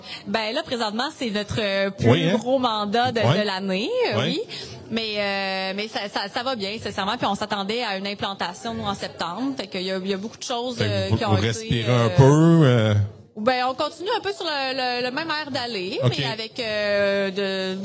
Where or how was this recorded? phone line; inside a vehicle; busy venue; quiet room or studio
busy venue